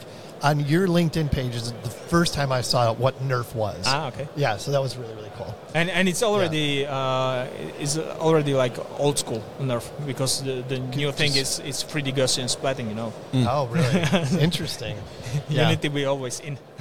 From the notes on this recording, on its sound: Day 1 of INTERGEO 2023 "LIVE" from Berlin!